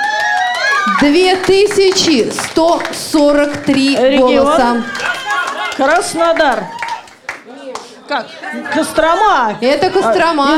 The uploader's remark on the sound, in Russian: интерактивного молодёжного креатив-шоу «Бои без правил», которое состоялось в рамках Всероссийского игрового фестиваля 9 декабря 2016 года в КСРК ВОС в Москве